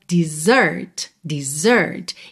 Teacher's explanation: A sílaba tônica é a segunda